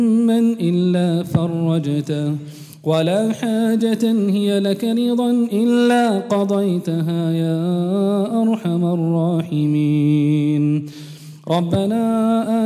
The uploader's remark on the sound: Jummah Programme on the 14th of September 2018 at the Houghton Masjid (West Street)